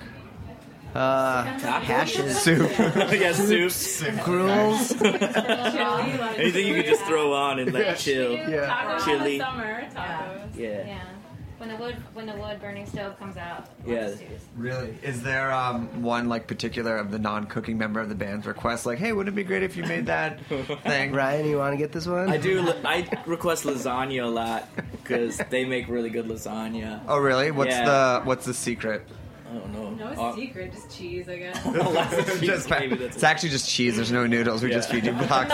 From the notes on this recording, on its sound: on location at Barrafina, an authentic Spanish tapas bar